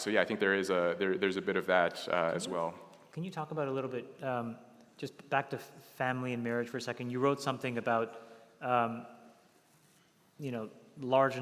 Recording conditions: live audience